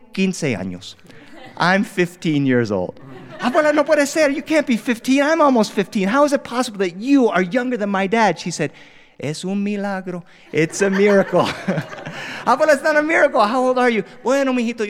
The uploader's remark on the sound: joined us with our live studio audience to record these stories